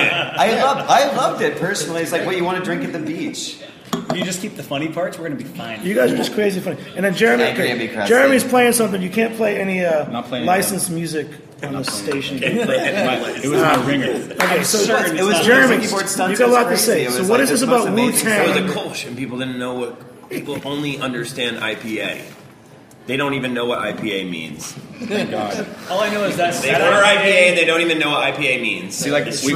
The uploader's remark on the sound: Recorded last Sunday at Three’s Brewing. Winter Can Jam event.